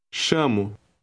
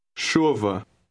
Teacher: The letter combination, CH, is pronounced SH in Portuguese.